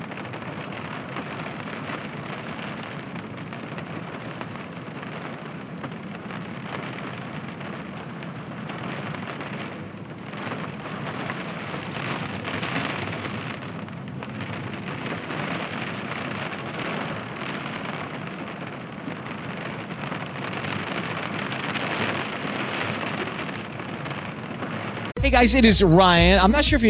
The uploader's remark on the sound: Calming Rain on your Car Roof in the Evening